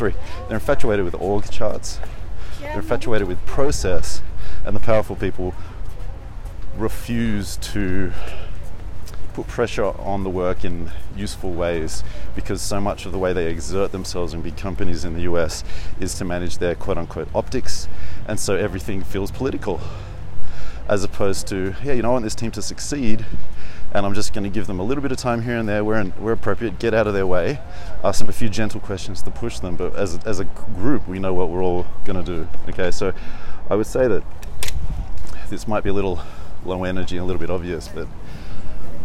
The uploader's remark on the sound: Walk And Talk, Sofia, Bulgaria